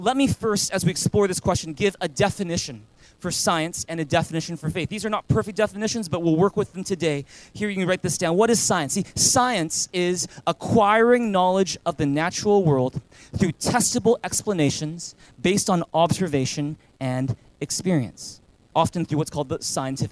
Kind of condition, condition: setting, large echoing room